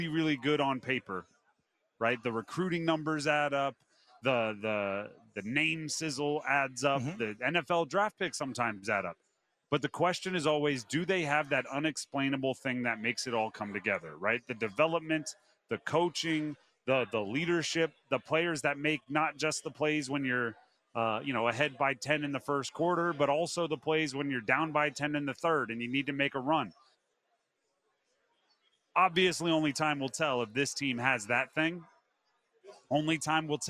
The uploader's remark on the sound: Live in Charlotte for the final day of the 2023 ACC Football Kickoff.